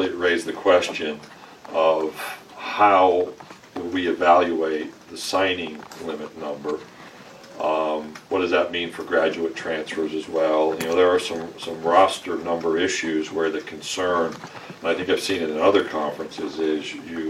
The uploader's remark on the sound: Press Conference Day 2 (5.29.19)